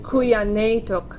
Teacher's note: The AI, that's a diphthong, so that's more emphasized.